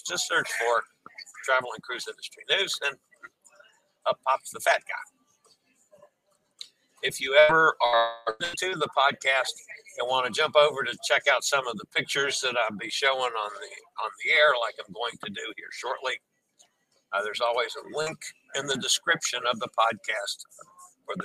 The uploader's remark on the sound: Will broadcast LIVE from a Sea Day onboard Holland America's Nieuw Statendam. The ship is enroute from Half Moon Cay, in the Bahamas to Ocho Rios, Jamaica.